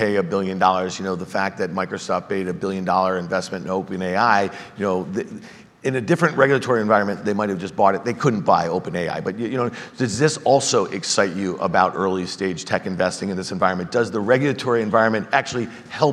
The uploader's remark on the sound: Have a chat at the iConnections Global Alts Conference in Miami. Have a chat at the iConnections Global Alts Conference in Miami.